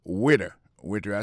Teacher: Waiter, ça veut dire accent tombé sous le premier syllabe là.